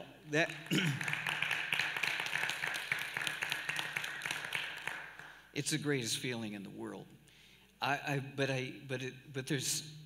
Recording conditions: large echoing room